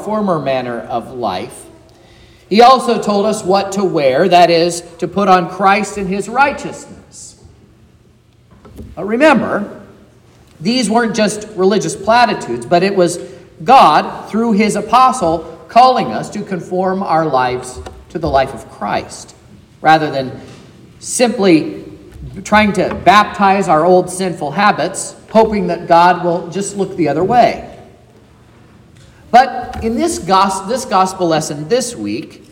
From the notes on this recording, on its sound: This is the sermon preached at Trinity Lutheran Church in Vallonia, Indiana, on Sunday, October 22nd.